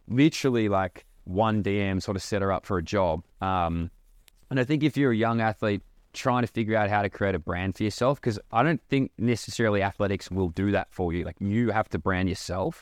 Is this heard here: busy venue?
no